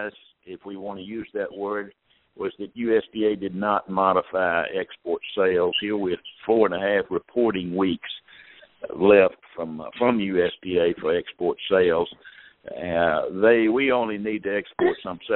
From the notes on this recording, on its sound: Ag Market Network's Monthly Conference Call